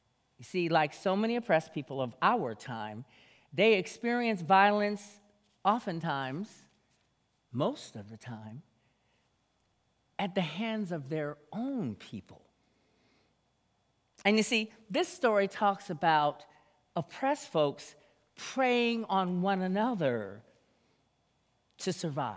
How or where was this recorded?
large echoing room